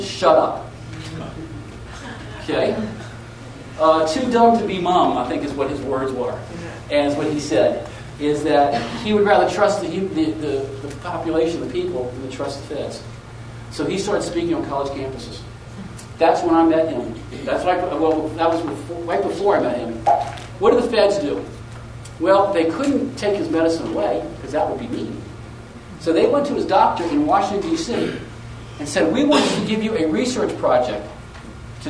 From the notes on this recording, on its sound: Audio from the Helena Montana Medical Growers Assocation Cannabis Symposium that I went to back in September.